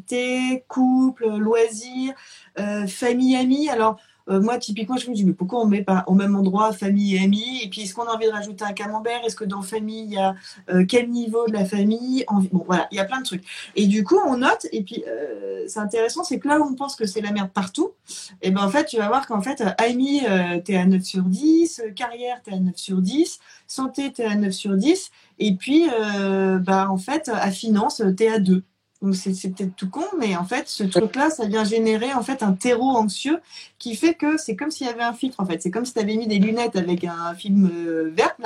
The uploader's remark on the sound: live Instagram